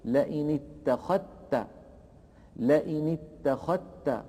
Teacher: فإن ورشا يدغم الذال في التاء